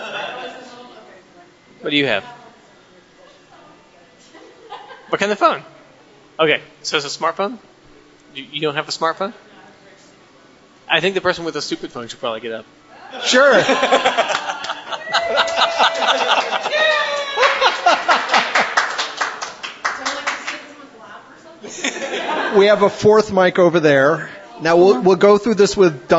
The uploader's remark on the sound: LIVE at Big Bobs Burgers. Questions comments concerns from audience.